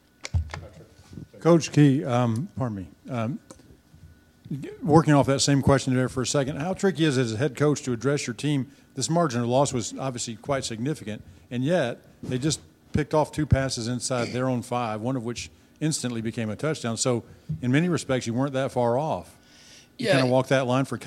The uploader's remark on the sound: Postgame press conference (Miami).